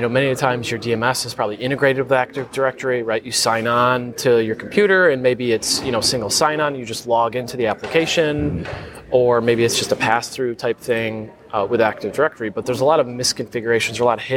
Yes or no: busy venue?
yes